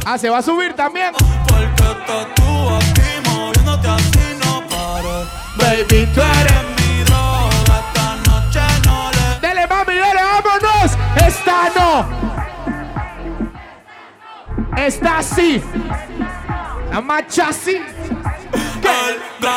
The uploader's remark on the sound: LIVE SHOW AT BAR ARRIBA -PLAYA SAMARA CR. Audio en vivo.